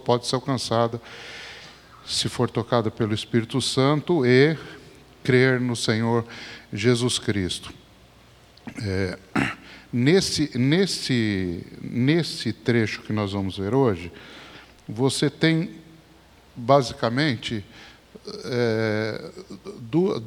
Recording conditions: large echoing room